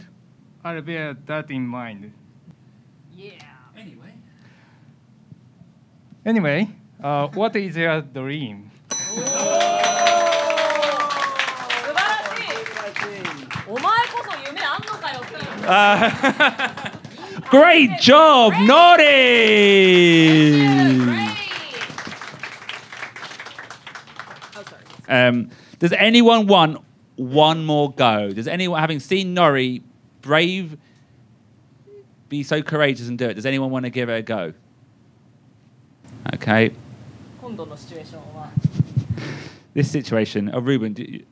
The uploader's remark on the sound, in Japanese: 初めての対面公開収録。おかげさまで多くのリスナーさんにお越しいただき。